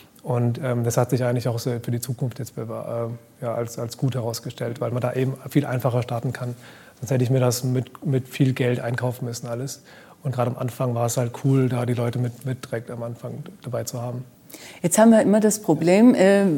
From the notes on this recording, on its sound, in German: Live vom Demo Day des 6.